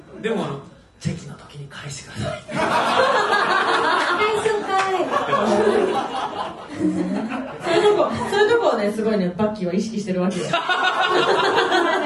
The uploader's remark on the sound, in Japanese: 公開収録後半戦。今週は11/22に行われた公開録音の模様、後半戦をお届け！